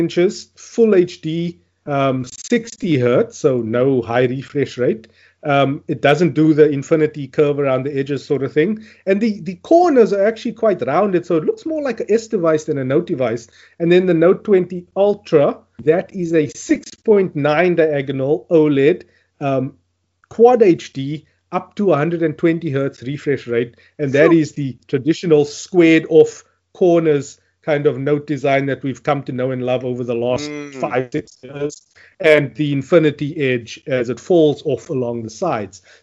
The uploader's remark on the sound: Recorded via Skype